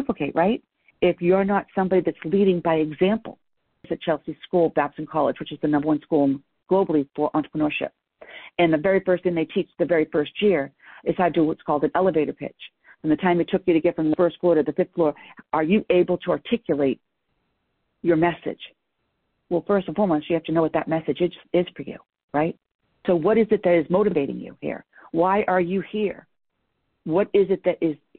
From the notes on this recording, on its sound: I am rebroadcasting a private team call